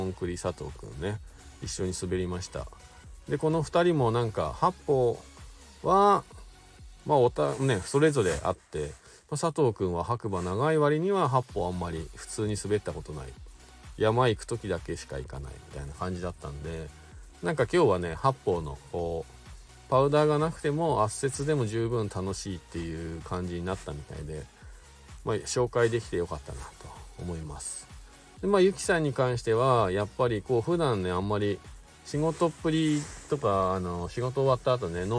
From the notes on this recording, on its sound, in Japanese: 白馬八方尾根。本日、白馬八方スキー場で滑り終了後 車の中から。